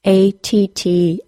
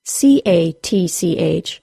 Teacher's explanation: All of those words are pronounced with a CH sound, ch, and do not also have a T sound, despite the T of the TCH. The final sound of the words attach, A-T-T-A-C-H, and catch, C-A-T-C-H, are exactly the same, and neither of them have a T sound.